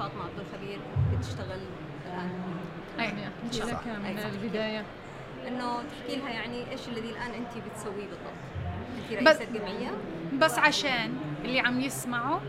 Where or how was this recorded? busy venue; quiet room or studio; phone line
busy venue